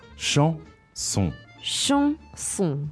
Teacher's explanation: So the word for song, chanson, has two nasal vowels in it. So the nasal vowels you say in your nose